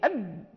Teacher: الباء تخرج من الشفتين فلها مخرج محقق، تنضغط الشفتين أب، يعني هذا مخرج الباء فنعرف مخرجها بالضبط.